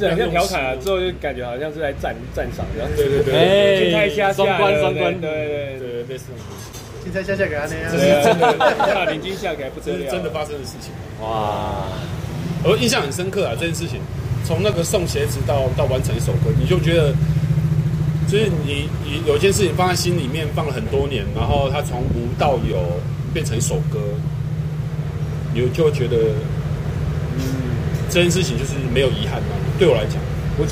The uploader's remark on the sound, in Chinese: 錄音地點：台南 牽咖啡